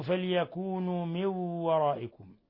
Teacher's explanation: نون ساكنة جاء بعدها الواو، الحكم تجويد إضغام بغنة